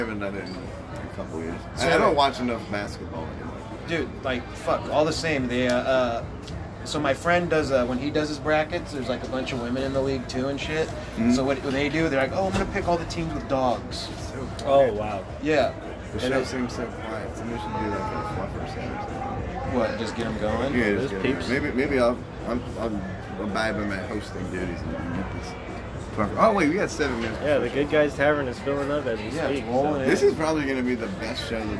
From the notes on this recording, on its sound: Live from Good Guys Tavern in El Cajon.